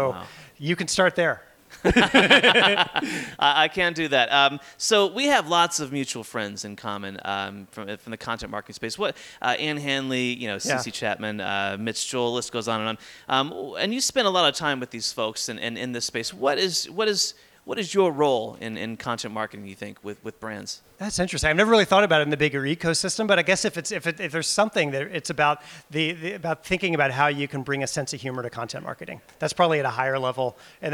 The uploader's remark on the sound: Joins the Podcast live from the LinkedIn Lab at Festival of Marketing in London.